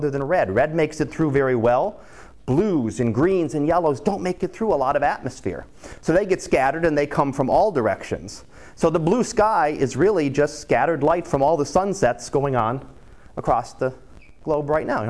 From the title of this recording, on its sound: Live Class Lecture